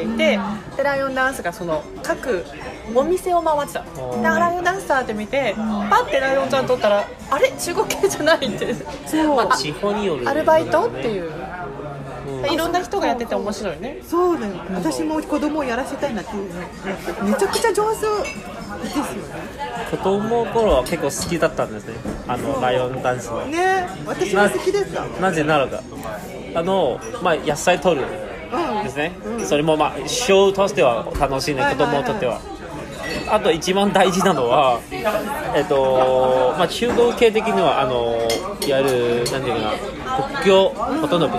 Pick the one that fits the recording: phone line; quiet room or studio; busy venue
busy venue